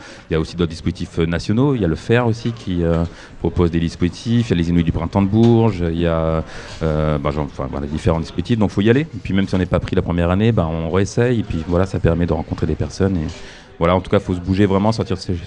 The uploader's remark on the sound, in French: la table ronde réalisée aux Ondées, rendez-vous culturel et musical étudiant